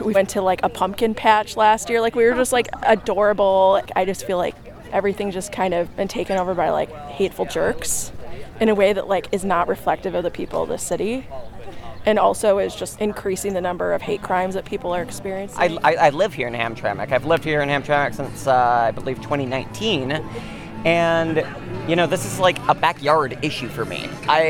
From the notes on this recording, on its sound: voices from the rally at Winfield Park outside of the Hamtramck City Hall